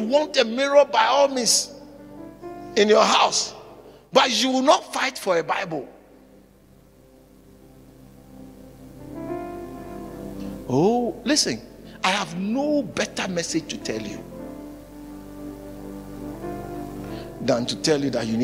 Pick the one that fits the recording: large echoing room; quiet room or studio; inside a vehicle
large echoing room